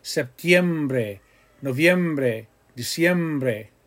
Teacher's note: We'll get into that later. But the I and the E kind of basically glide together and form one sound. · Term: diphthong